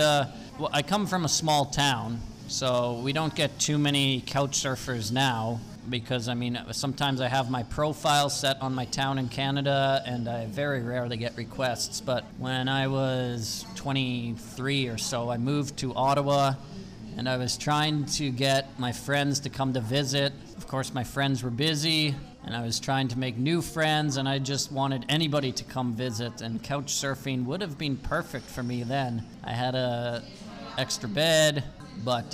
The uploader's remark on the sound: Live from a table in a busy coffee place in the center of Valencia